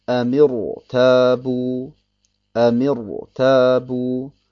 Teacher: Und deswegen ist die Kasra vom Mim keine echte Kasra. Und in diesem Fall spricht man das Ra dunkel aus